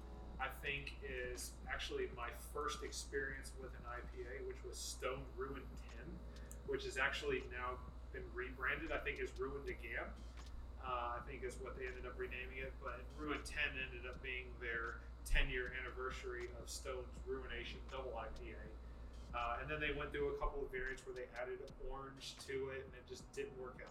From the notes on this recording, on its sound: Crazy Gnome Brewery Interview - On site! The host's mics failed us and we failed to bring headsets to keep track of audio fupuckery.